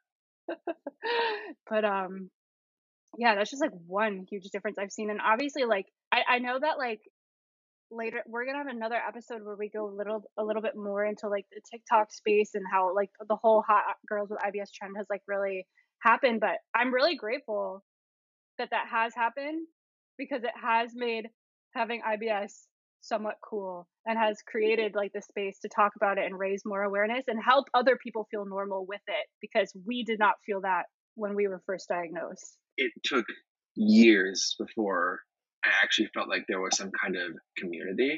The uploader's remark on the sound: Bear with us while we sort through the audio issues LOL.